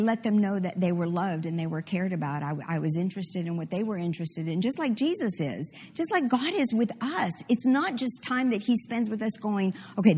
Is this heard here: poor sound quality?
no